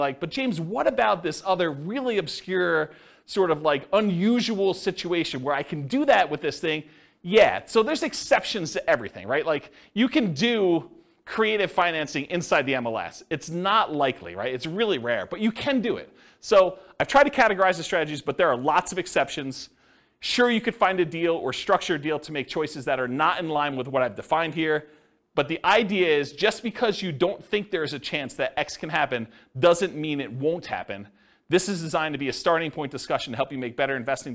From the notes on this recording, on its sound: This was a live class recorded